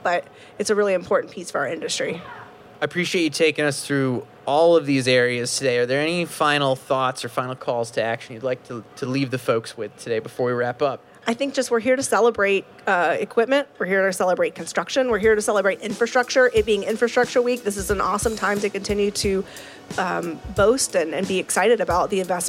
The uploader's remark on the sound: Live from Washington DC, A Celebration of Construction on the National Mall. All of these interviews were recorded live, from a stage on the Capitol Mall, where we interviewed construction industry leaders across 14 different panel discussions and fireside chat-style conversations. This episode is a highlight reel with some of the top insights and takeaways from those discussions.